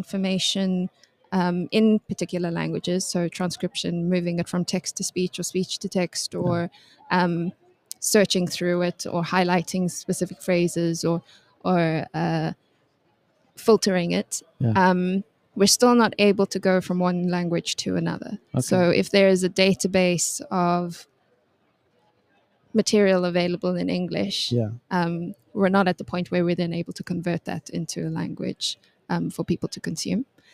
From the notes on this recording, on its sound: recorded LIVE & in person from the World Innovation Summit for Education ( WISE ) 2023 in Doha, Qatar